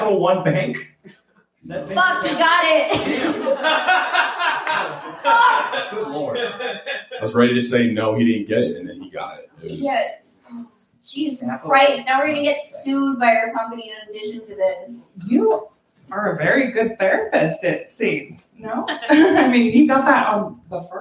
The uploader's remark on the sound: LIVE from Under St.